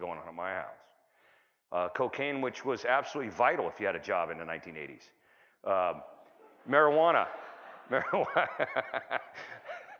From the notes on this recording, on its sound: Town Hall Presentation. Doing RC2C from San Antonio at the 42nd annual TAAP Conference in San Antonio, TX.